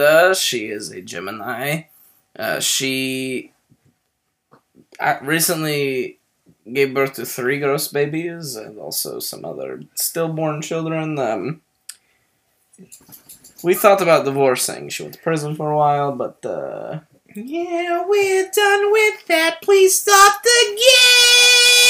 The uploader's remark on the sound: There are some known and unfixable audio errors